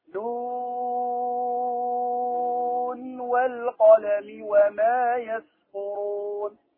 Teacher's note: تدغم النون هنا بالواو